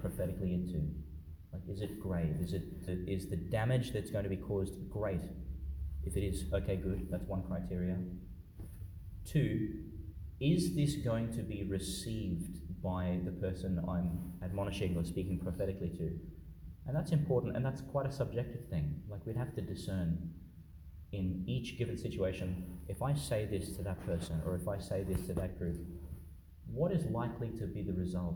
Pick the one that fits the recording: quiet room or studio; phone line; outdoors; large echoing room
large echoing room